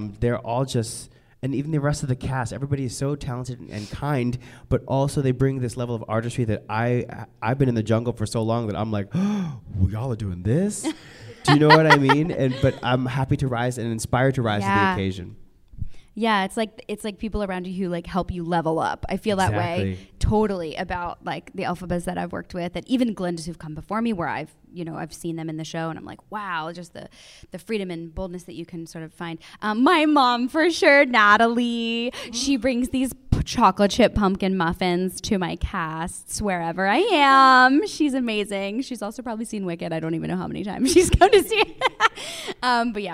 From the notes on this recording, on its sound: special live taping of the Feinstein’s/54 Below Podcast at BroadwayCon 2020